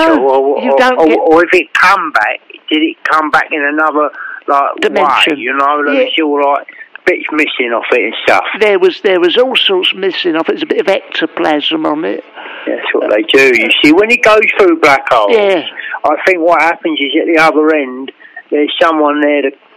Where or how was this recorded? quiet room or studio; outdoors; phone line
phone line